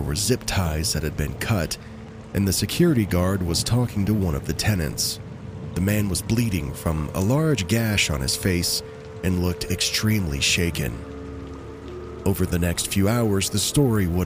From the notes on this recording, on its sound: Rain sounds in the background will help set the eerie mood as we dive into these true horror stories.